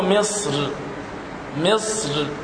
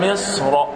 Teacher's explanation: في حالة الوقف على كلمة مصر في القرآن ففيها وجهان، إما أن ترقق الراء وإما أن تفخمها. فعند الوقف على هذه الكلمة فقط مع بعض الكلمات الأخرى تأتي إن شاء الله، فتقول وقال دخلوا مصر، مصر رققت الراء عند الوقف، أو مصر، فكلاهما صواب والترقيق مقدم، فتقول ادخلوا مصر.